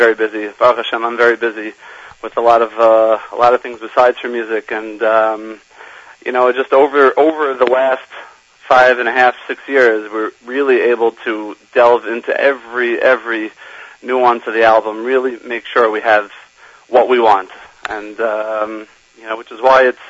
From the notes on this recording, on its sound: will phone